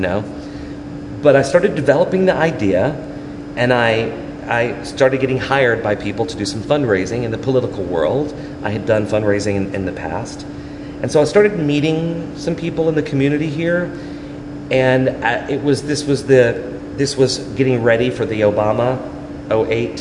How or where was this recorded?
live audience